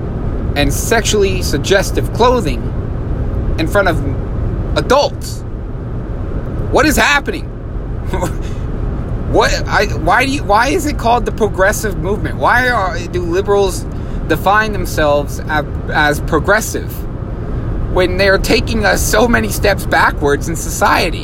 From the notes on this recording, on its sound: This episode was recorded in my truck